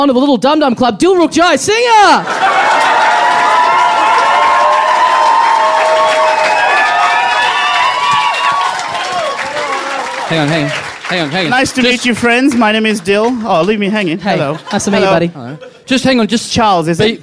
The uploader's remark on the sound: Recorded LIVE at the European Bier Cafe